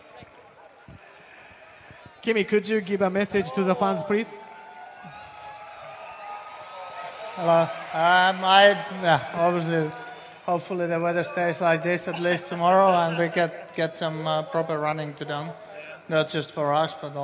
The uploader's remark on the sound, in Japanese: 2017 FIA F1世界選手権シリーズ日本グランプリレース。5日木曜日に行われたドライバーサイン会から、一部ドライバーの挨拶など臨場感たっぷりの音声を交えてお送りします。